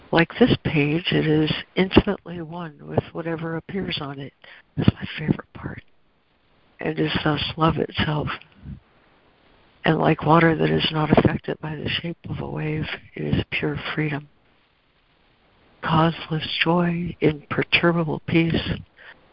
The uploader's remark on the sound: ACIM Daily Conference Call